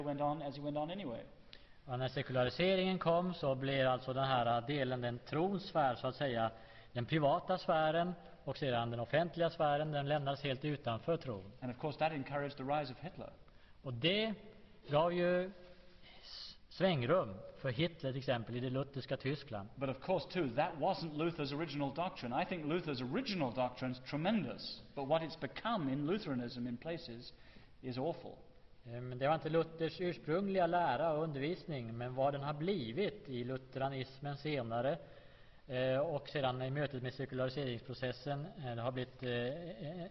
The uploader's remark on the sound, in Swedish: Inspelad i G&#246;tebrogs Univeritets Aula, G&#246;teborg vid en CKS-konferense i G&#246;teborg